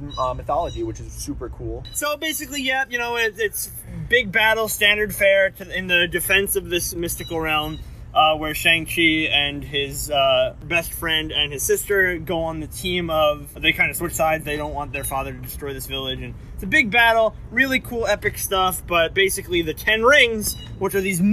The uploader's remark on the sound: Driving Podcast. Discuss the movie while enjoying nature (hence the background noise).